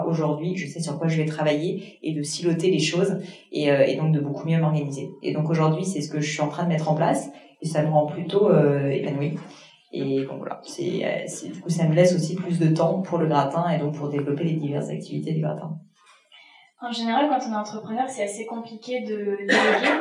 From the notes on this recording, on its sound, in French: L'épisode étant enregistré en live via un matériel que je ne maîtrisais pas, le son est malheureusement un peu moins qualitatif que d'habitude et j'en suis désolée